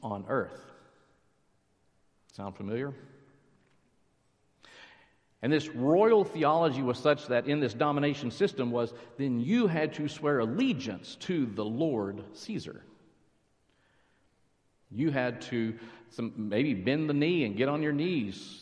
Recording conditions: large echoing room